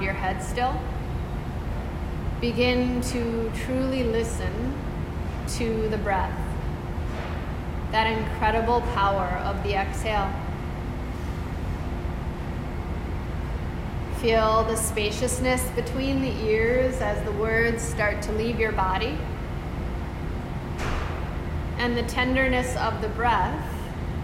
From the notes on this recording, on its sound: This is a live recording from a 15-minute mindful Moments, Meditation Session